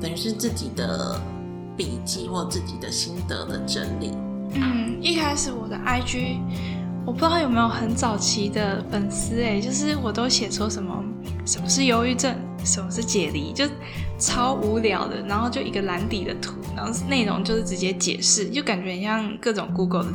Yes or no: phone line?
no